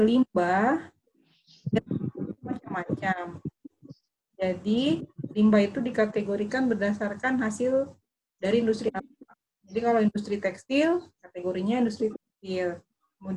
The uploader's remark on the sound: Zoom Meeting